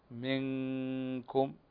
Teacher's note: نون ساكن أو بعدها الكاف، والكاف من حروف الإخفاء الحقيقي، فتأتي بالغنة هنا منكم وبعدها تقرأ الكاف مضمومة.